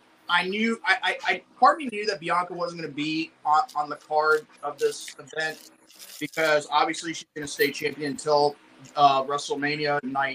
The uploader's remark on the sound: I want to apologize once again with the audio and having technical difficulties throughout the program.